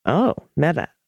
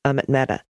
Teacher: Mehta, slight emphasis on the meh. And the tuh is pronounced like the Spanish, with the tongue at the tip of the teeth.